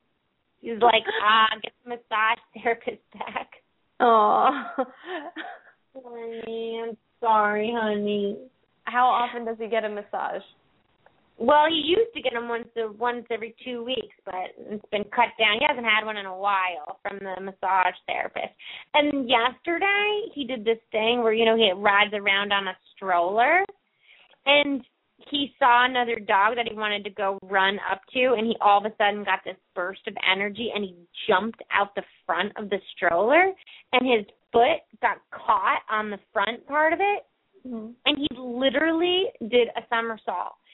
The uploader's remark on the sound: open up the lines for listeners to call